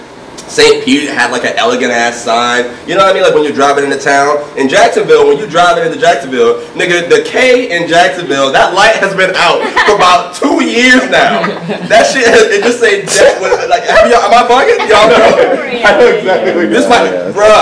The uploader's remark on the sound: We had some AUDIO DIFFICULTIES this pod! Accidentally unplugged the audio cord so we had to use the raw camera audio.